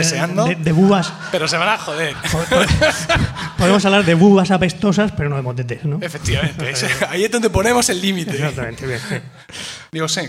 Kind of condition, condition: setting, live audience